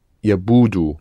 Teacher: Accented on the first у.